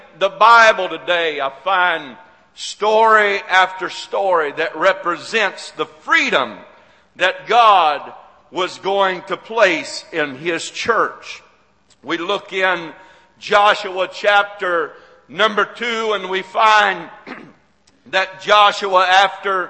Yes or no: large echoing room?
yes